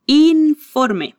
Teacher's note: Cuidado para no hacer un sonido nasal en la I.